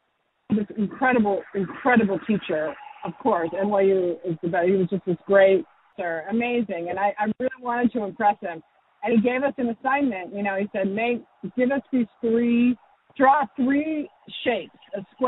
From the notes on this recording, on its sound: Was driving across Colorado as we spoke so the podcast naturally happened over the phone.